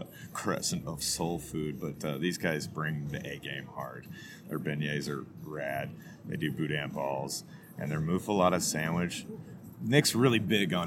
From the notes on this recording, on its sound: This was a good one, outside at Improper City. Gypsy Q BBQ Truck.